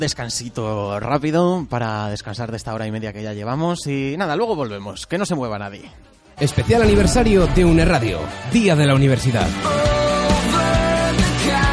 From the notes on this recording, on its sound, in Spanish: UNERADIO celebra su primer cumpleaños en el Día de la Universidad. Desplazamos nuestro estudio hasta la Campa de la Magdalena, donde realizamos un programa especial en directo. En él seguimos de cerca las actividades que se celebran y hablamos con alumnos, profesores y el resto de miembros de la comunidad universitaria de UNEATLANTICO.